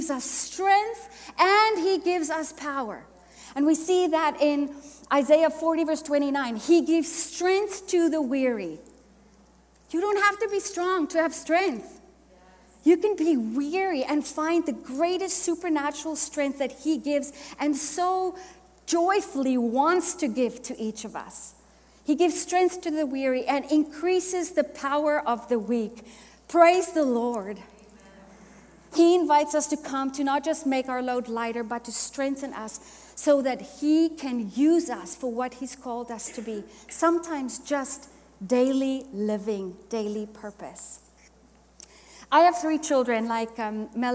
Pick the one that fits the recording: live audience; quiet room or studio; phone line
live audience